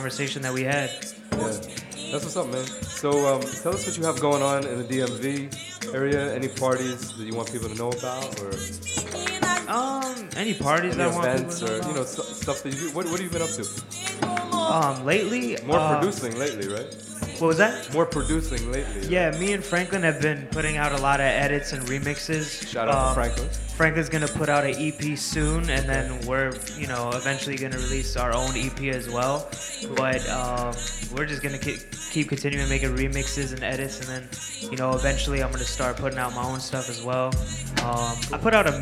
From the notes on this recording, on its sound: Originally broadcast live on November 1, 2018 from the storefront of Kinfolk 90 in Williamsburg, Brooklyn, New York City. Broadcast live on WAXX.fm.